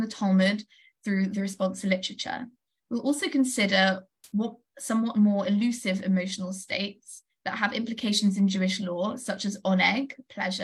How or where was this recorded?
video call